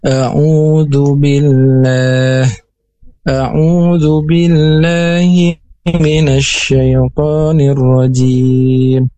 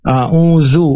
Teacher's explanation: Sedangkan huruf da, nah ini menyentuh ke ujung gigi dan seperti digigit. · Shown in: first take